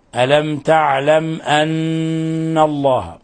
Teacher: ميم ساكنة جاء بعدها الهمزة، الحكم التجويدي إظهار شفوي